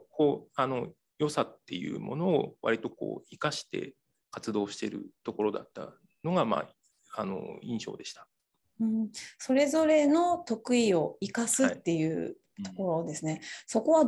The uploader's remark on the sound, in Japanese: 収録場所： オンライン (Zoom)